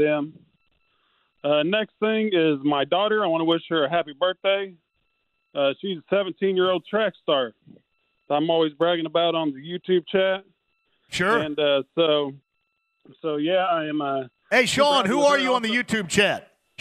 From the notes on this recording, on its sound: fires up the phone lines